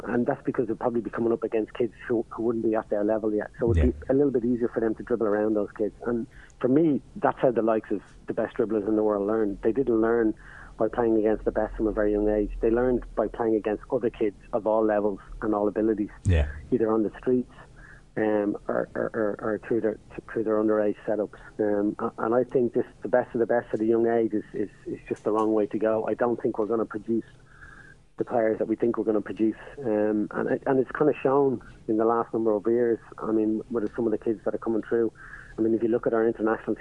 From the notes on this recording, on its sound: On the phone we had.